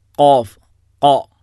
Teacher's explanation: ഖാ എന്ന് പറയുമ്പോൾ തന്നെ അത് നാവ് മുകളിലേക്ക് ഉയരുന്നുണ്ട് · Term: ഇസ്തിഇലാ